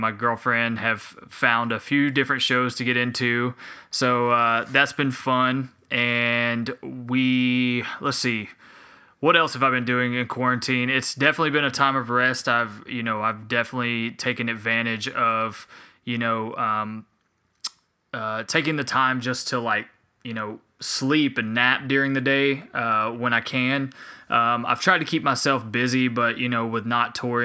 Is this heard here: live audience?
no